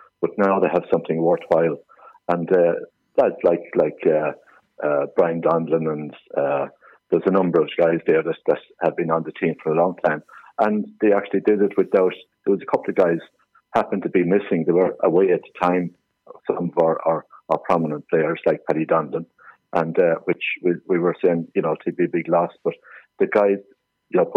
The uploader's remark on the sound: joined on the phone by Kilkishen correspondent